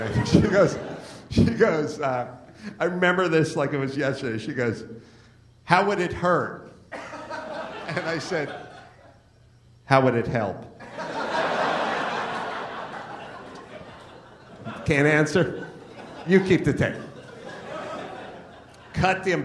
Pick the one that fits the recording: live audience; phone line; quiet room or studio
live audience